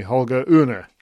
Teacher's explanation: it turns out that Holger Rune doesn't pronounce the R